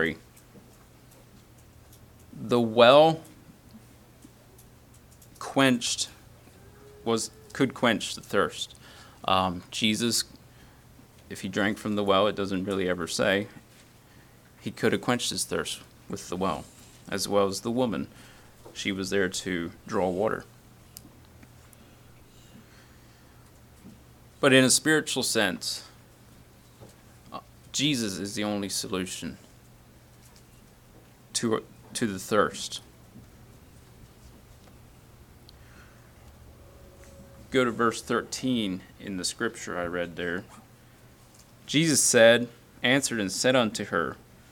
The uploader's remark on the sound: Message preached at Word of Hope on Sunday July 30, 2023